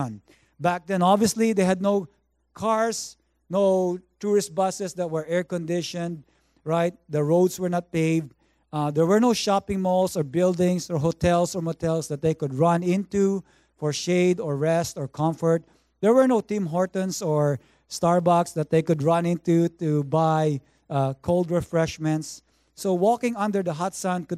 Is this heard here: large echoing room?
yes